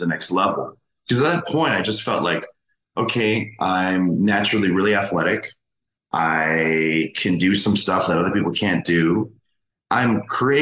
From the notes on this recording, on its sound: Zooming in from somewhere